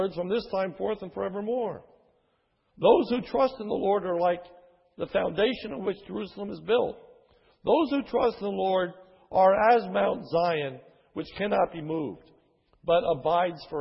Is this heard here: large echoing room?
yes